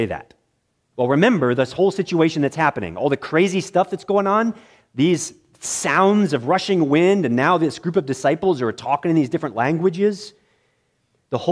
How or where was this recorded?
large echoing room